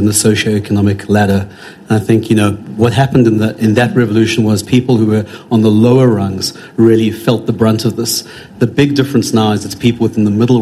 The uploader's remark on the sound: In this live podcast with PwC South Africa.